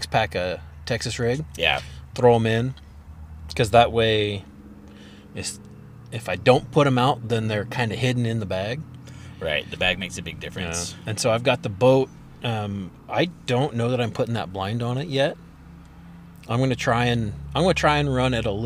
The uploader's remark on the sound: Duck discussion in the Truck. We're back in person, which is super nice, but it was super nice outside and so the inside of my truck got a bit warm.